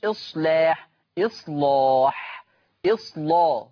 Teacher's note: اللام المفتوحة لما يجي قبلها صاد ساكنة ومسبوقة بصاد ساكنة حكم اللام التغليظ قولا واحدا، يعني أسمع مش إصلاح، إصلاح، إصلا، لا مغلظة، لاح.